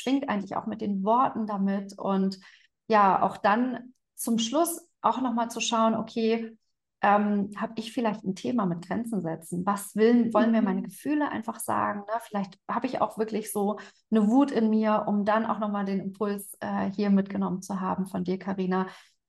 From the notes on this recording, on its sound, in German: Live Interview auf Instagram